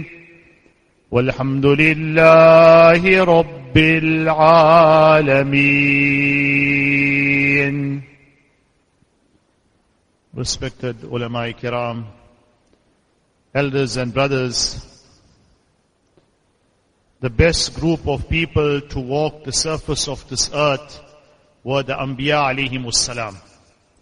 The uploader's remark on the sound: Jumuah lecture